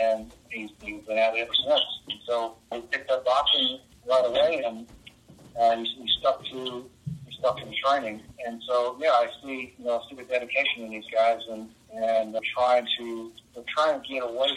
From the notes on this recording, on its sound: On the phone means this recording has a lower audio quality. Trust us, it’s worth the glitches and volume shifts.